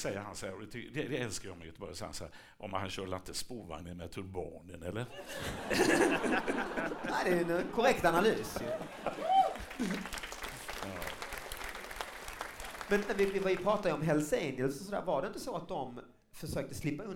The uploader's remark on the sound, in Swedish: Live i Göteborg!